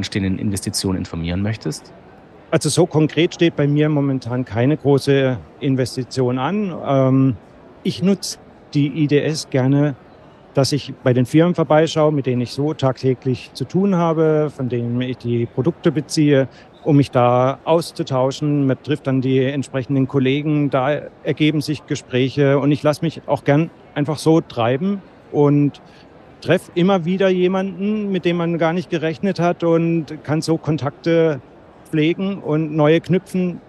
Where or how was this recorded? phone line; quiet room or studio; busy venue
busy venue